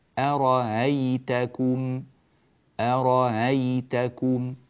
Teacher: الوجه الذي قرأنا به الإبدال هو المختار، أرأيتكم هكذا، فتبدل الهمزة التي بعد الراء ألفا مادية. والوجه الثاني أن تسهل الهمزة التي بعد الراء، فنقول أرأيتكم، أرأيتكم هكذا، والوجهان جائزان صحيحان.